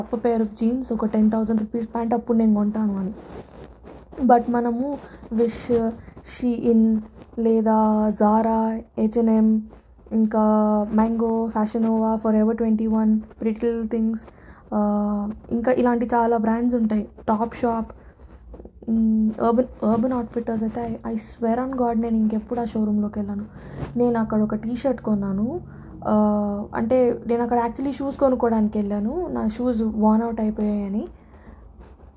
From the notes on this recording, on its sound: Sorry for the disturbing noises.